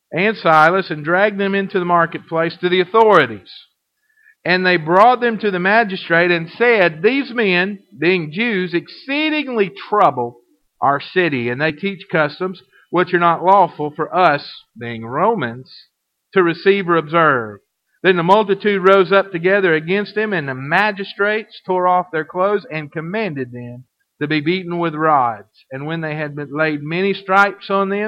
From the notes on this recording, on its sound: Recorded in 2012 at First Baptist Church Red Springs. (Audio starts at 0:06 mark.)